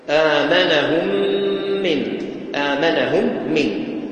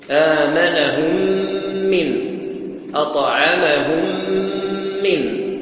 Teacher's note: ينبغي أن ننطق الميم الساكنة والميم المتحركة بعدها حرفا واحدا مع الغنة. آمنهم من، أطعمهم من، ننطق بها حرفا واحدا مشددا من جنس الثاني بغنة، بغنة الثاني، وإدغام تام، إدغام الميم في الميم والنون في الميم إدغام تام.